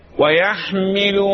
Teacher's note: لولا البحة اللي في الحاء لكانت عين